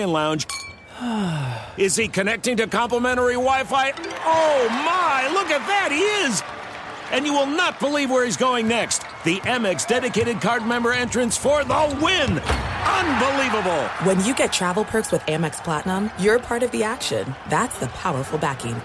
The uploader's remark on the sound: Live from the octagon. At UFC 290.